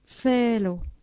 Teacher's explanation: C se prononce comme un T suivi d'un S